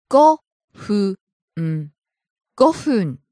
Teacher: Starts high, falls on the second syllable, ふ。